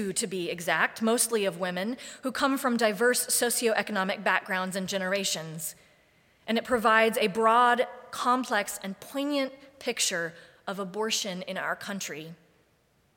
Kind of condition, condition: setting, large echoing room